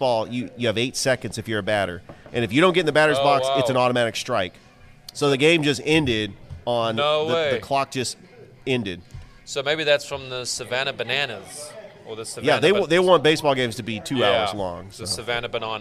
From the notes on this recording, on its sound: Live from Ivy Park Sports and Grill